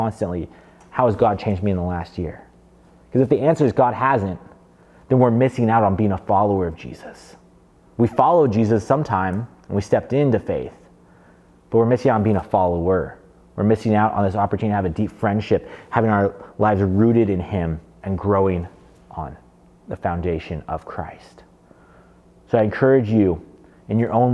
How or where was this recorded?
large echoing room